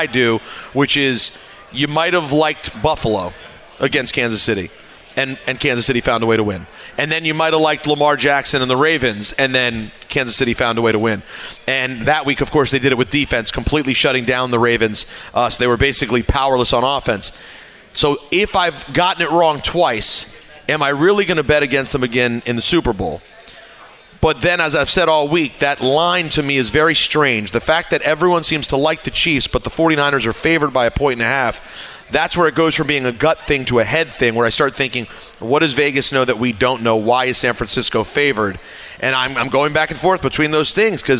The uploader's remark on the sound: LIVE from Plattduetsche Park